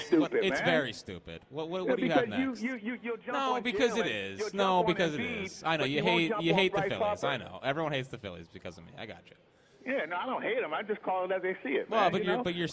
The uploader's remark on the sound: live from Chickies in South Philly